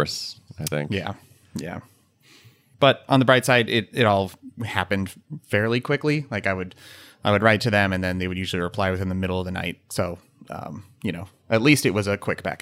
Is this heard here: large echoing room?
no